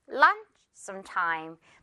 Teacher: 바로 이어지다 보니까 굉장히 더 많이 속삭이는 것처럼 들릴 수 있어요.